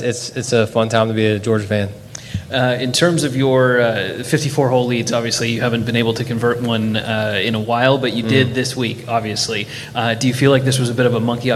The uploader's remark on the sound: "LIVE" Interviews From Mayakoba, Mexico at The World Wide Technology Championship